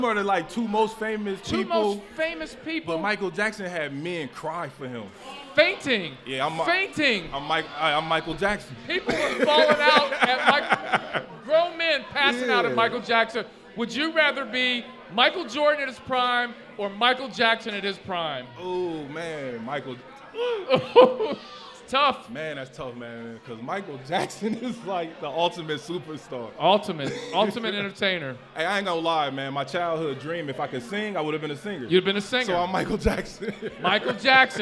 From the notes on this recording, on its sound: LIVE at Mio's